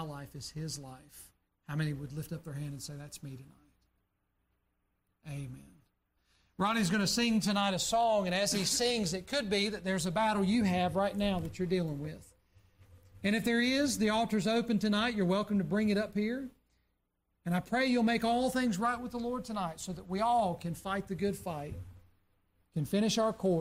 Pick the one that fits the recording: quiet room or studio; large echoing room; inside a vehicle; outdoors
large echoing room